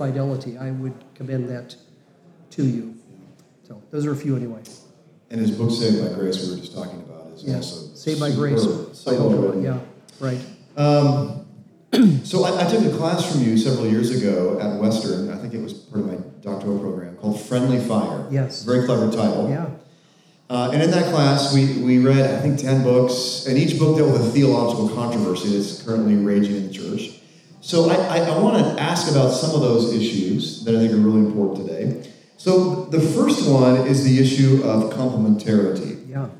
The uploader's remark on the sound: Interview at Men's Retreat. This recording took place live at our 2023 men's retreat.